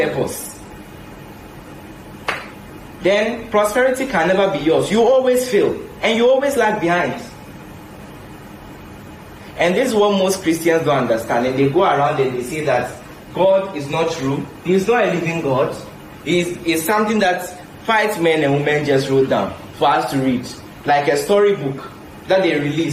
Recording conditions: large echoing room